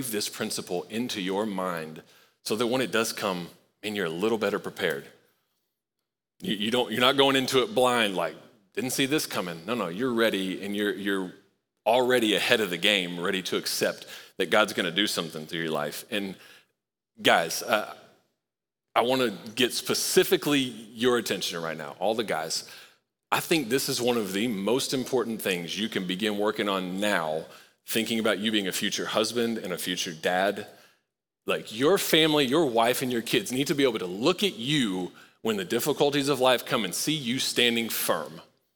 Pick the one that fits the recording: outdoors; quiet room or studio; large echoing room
large echoing room